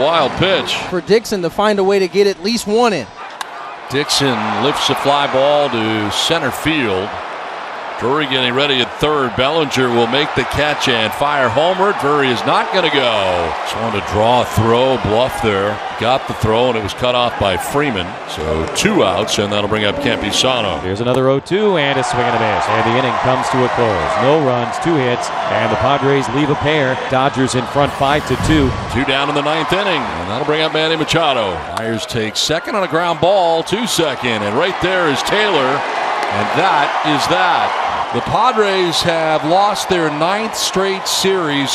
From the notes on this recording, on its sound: Game 3 of 3 - 09.29.22 - LIVE from #petcopark.